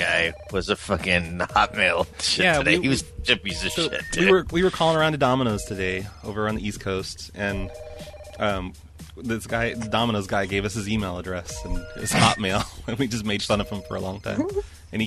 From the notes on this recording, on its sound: Prank Phone Calls